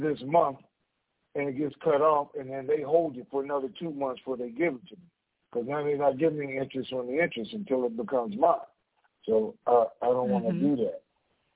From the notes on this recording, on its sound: Conference Call